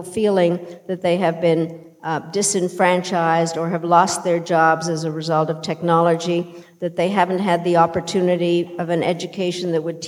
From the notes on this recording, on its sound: In a conversation on stage at Sixth & I